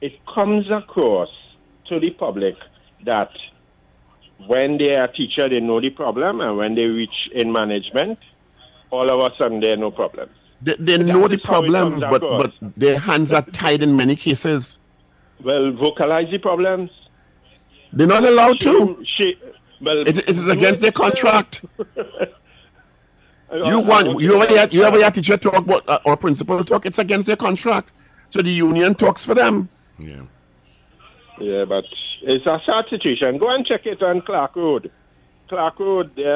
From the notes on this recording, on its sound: During this hour we take calls from our audience